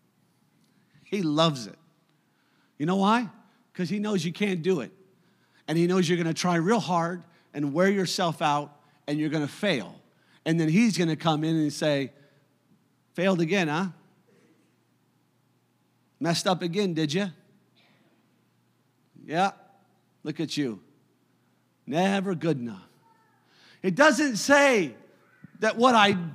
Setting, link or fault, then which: setting, large echoing room